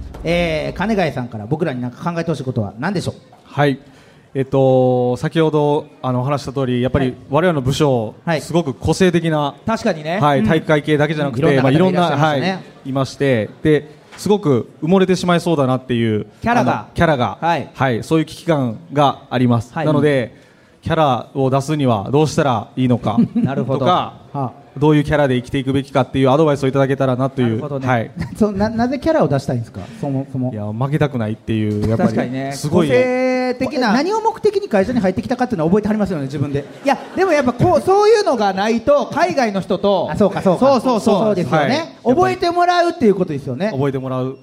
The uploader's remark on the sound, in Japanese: 京セラ本社に来ちゃいましたスペシャル』京セラで出張公開収録やりました！